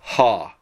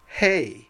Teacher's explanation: The masculine is pronounced ha. Notice the rough breathing.